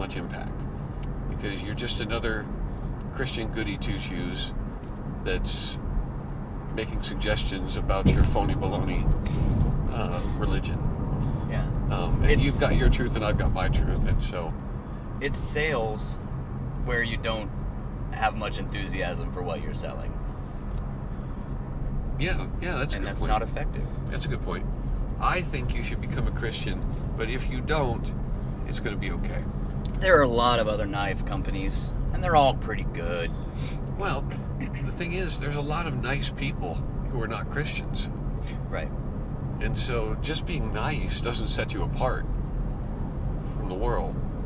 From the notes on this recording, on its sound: Car Chronicles. Jump in the car. They're on the way BACK to Indiana from Georgia. Ignore the road noise.